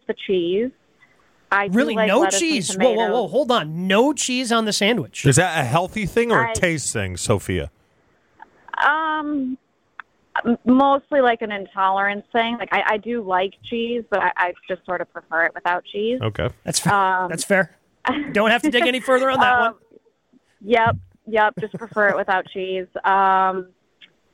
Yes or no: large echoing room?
no